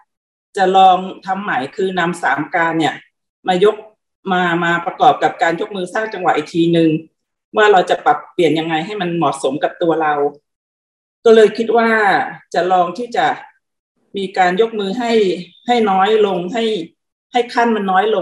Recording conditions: video call